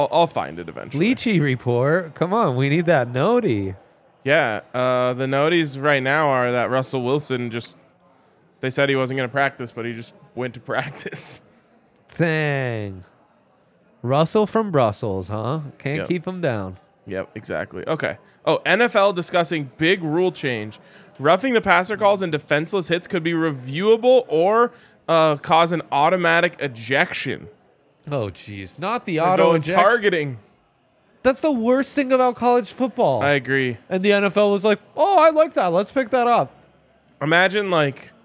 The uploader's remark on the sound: LIVE from the DNVR Bar